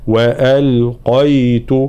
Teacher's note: في قوله تعالى وألقيت، قاف مفخمة بقيت الحروف مرققة